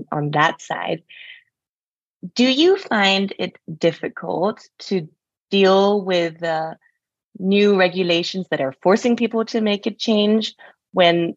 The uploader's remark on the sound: Recorded LIVE on July 28th, Zoom, 1pm CET